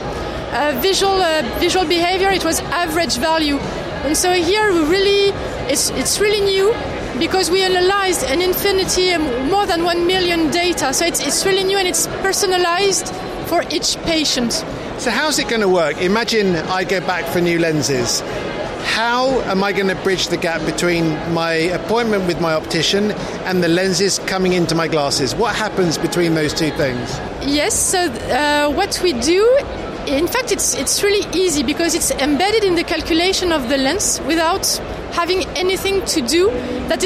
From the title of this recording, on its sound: "live" from Silmo Paris 2023